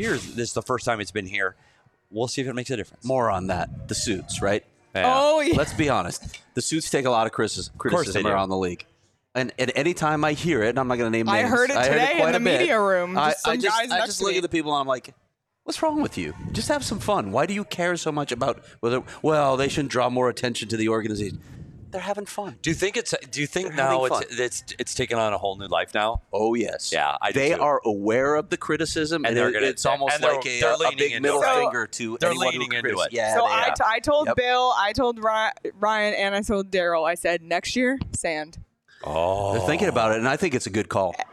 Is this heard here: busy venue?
yes